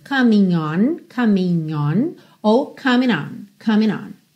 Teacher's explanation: Ele juntou coming com on pelo N, porque esse G não é pronunciado